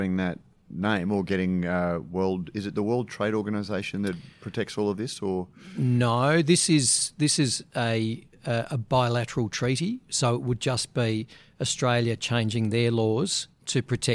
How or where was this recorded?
busy venue